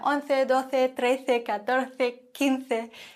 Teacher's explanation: Da haben wir einen zusätzlichen Akzent auf dem E. Und du hast bestimmt jetzt auch gemerkt beim Sprechen, wir lispeln hier ganz viel, weil C vor E wird gelispelt und C vor I.